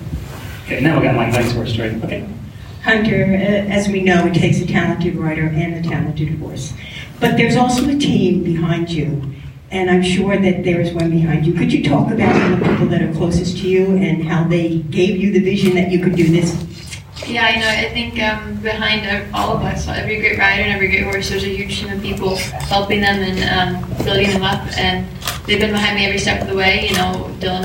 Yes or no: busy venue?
yes